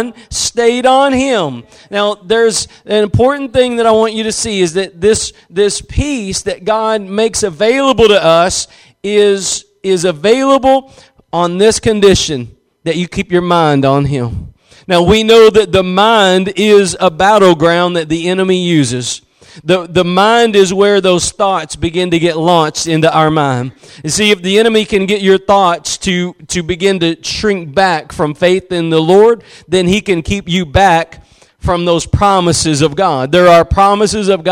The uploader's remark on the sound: Preached at Gospel Lighthouse in Bossier City, La.